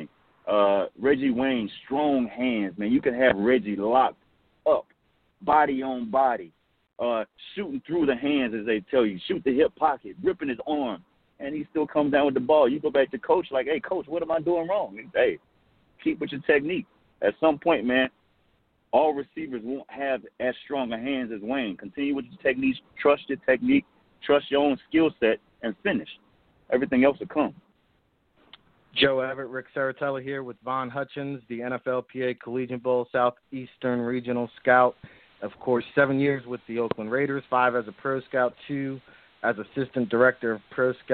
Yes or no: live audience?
no